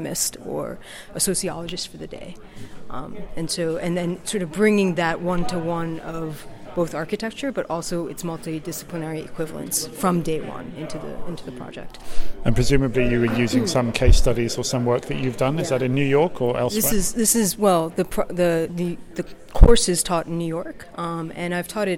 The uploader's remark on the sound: Live from day two of NCBDS 32. Special "live" conference podcasts from the 32nd National Conference on the Beginning Design Student (NCBDS) hosted by Cal Poly San Luis Obispo.